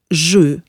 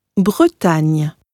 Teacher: Das Französische hat außerdem noch einen E-Laut, der fast wie ein Ö klingt. · Term: stummes E